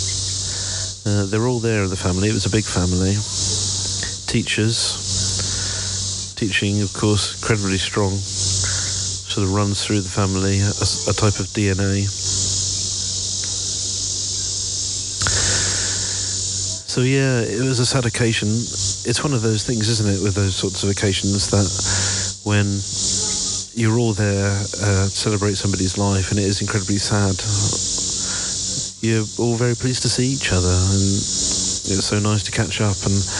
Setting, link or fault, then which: setting, outdoors